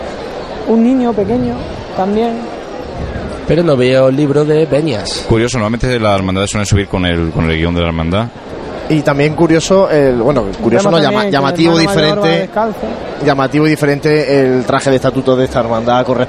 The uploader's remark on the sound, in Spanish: Pasión en Jaén. Lunes Santo 2014. Sonidos de la salida de Ntro. Padre Jesús de la Pasión Despojado de sus Vestiduras.